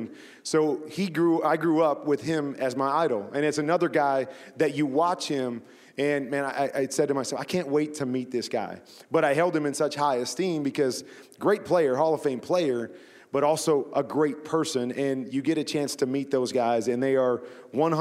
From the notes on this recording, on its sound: Recorded at the NFL Walter Payton Man of the Year Reception during Super Bowl LII in Minneapolis